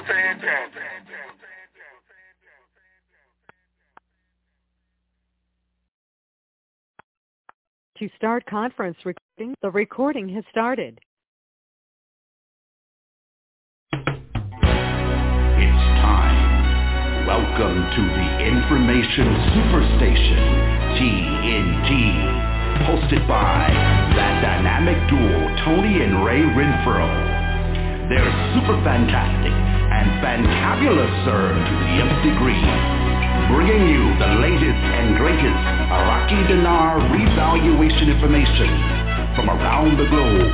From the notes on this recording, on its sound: TNTSuperfantastic Conference Call